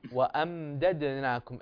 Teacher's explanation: الميم عليها سكون بلا قلقلة